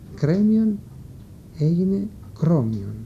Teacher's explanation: Κατά τον ίδιο τρόπο, με προληπτική αφομοίωση, η λέξη κρέμιον έγινε κρόμιον και ύστερα κρομίδι. Όπου το «ε» της συλλαβής «κρέ», κρέμιον, αφομοιώθηκε από το «ι» της συλλαβής «μη» που ακολουθεί